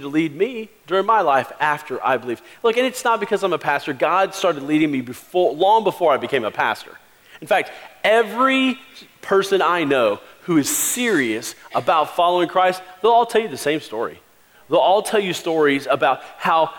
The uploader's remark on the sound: Christmas Eve Service 2016